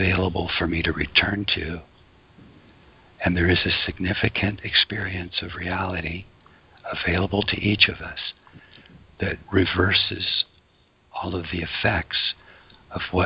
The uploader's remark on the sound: ACIM Daily TEXT Conference Call.